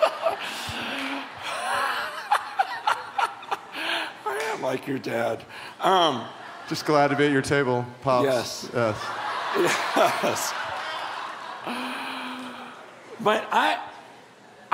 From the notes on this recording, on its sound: a shared session at Biola’s yearly Missions Conference